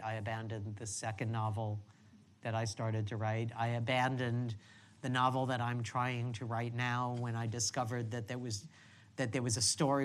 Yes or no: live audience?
yes